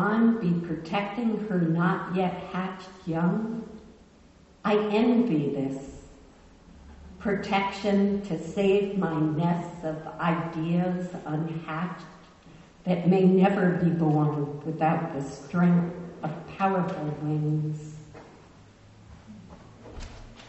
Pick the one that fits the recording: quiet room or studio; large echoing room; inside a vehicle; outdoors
large echoing room